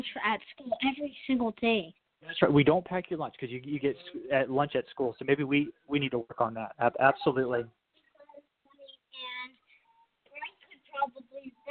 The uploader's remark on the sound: We open up the phone lines.